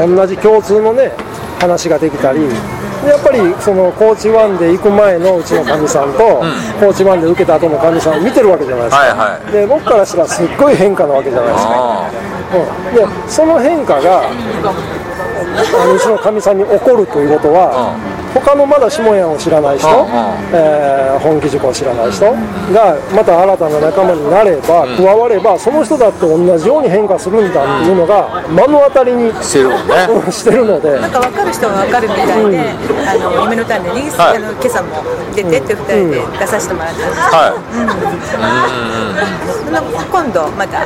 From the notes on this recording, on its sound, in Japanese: 今回は岡山駅前のイオンのスタバにて